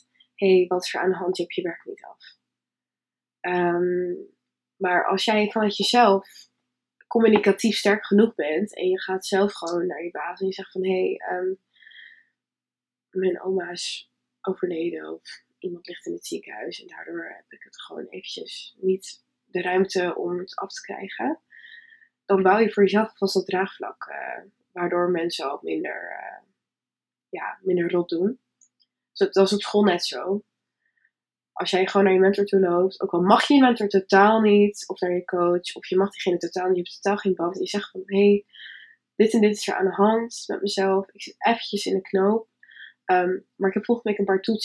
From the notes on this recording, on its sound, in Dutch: Het geluidskwaliteit is nog niet helemaal top.